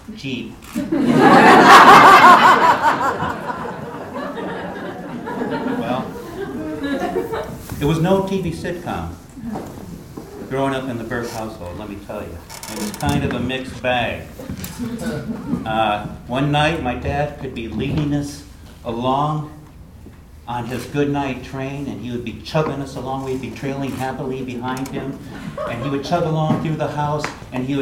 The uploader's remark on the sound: on stage at Hipbone Studios for live storytelling with Portland Story Theater